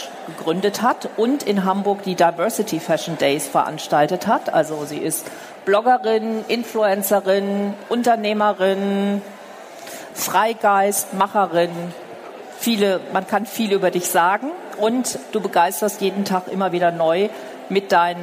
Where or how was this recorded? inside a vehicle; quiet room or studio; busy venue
busy venue